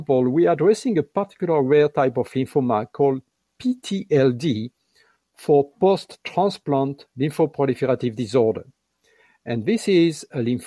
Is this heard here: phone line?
no